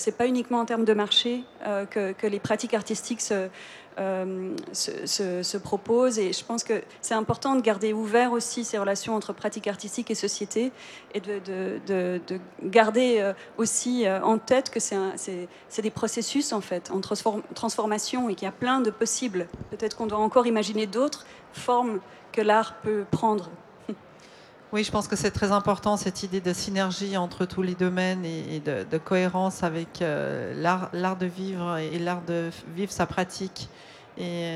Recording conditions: busy venue